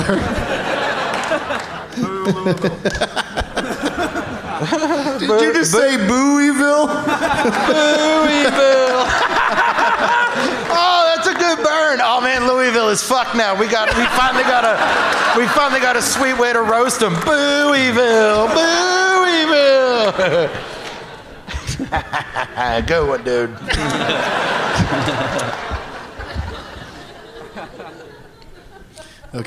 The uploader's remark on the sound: Live from the Bastile Theatre in Indianapolis